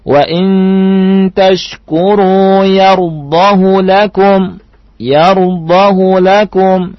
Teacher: Hunya dibaca pendek, ya. Walaupun sebelumnya fathah dan setelahnya fathah. Walaupun sebelumnya berharokat dan setelahnya berharokat.